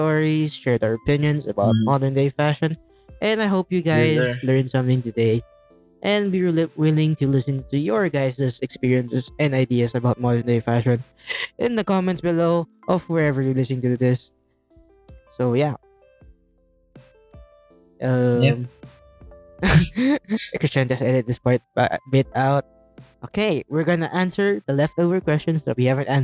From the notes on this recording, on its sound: Season 1 is a poorly recorded audio journal